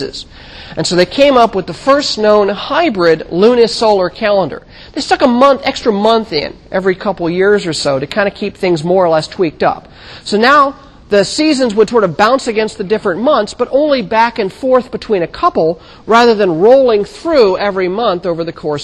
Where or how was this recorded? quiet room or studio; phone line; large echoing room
large echoing room